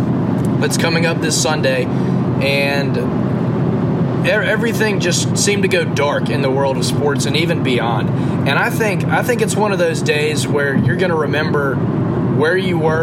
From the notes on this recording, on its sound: NOTE*: poor sound quality and background noise due to recording on the interstate.